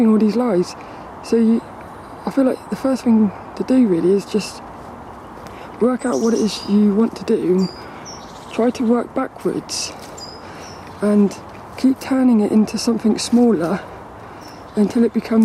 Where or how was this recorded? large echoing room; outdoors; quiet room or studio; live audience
outdoors